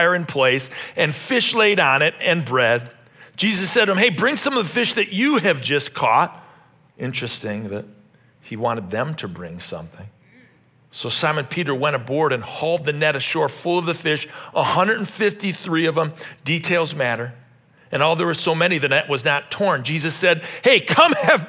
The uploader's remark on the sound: This message was originally preached at Highpoint Church on Sunday, April 16, 2023.